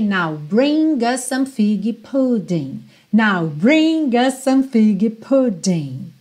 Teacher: Ele fica sendo mesmo a ponte aí entre bring e o some. E como us termina com S e some começa com S, naturalmente você vai juntar num S só